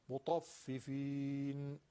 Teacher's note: تشدید میدیم میگن ف رخوت داره، پس صداش نباید قطع بشه. اون هوای ف میگن نفخ، ف نفخ، اون دمیدنش که در ف هستش اون قطع نشه، مطففین نشه، این صدای هوا بیاد.